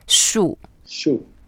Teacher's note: Yeah, it's a fourth tone, so we go down.